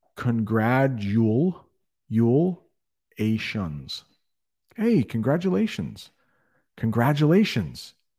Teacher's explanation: there's a T in congratulations. We pronounce it as a D. Congratulations.